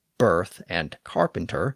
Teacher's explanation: if you pronounce words like birth and carpenter with distinct R sounds as birth and carpenter, then you have a rhotic accent.